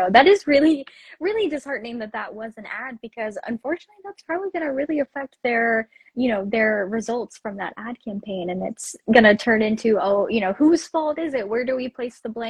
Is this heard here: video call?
yes